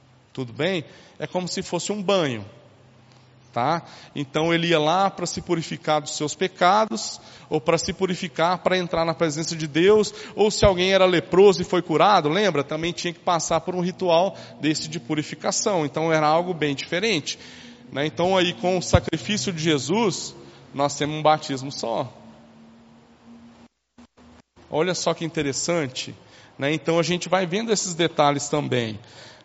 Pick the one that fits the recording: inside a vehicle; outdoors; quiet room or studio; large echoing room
large echoing room